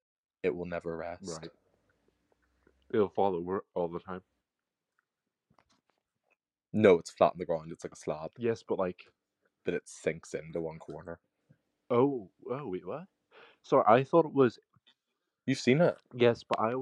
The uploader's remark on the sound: with the help of some technical difficulties